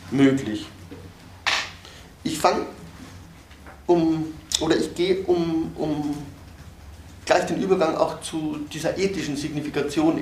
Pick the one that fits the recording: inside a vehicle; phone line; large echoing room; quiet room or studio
large echoing room